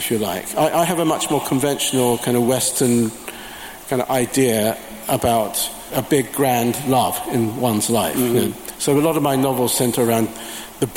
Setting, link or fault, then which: setting, live audience